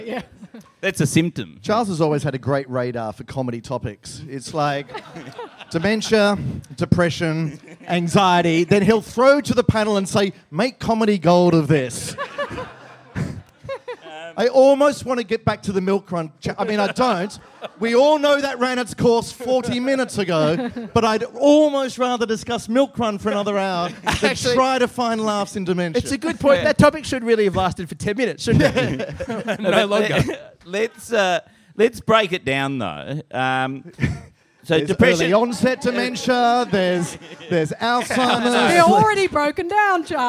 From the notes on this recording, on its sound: Back at the pub